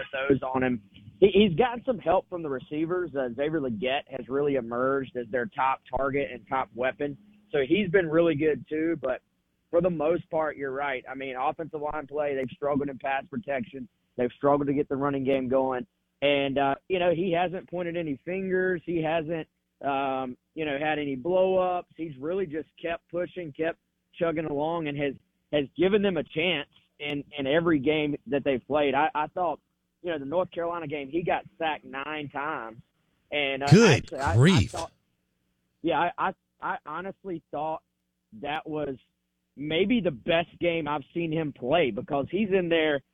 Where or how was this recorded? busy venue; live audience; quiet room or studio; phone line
phone line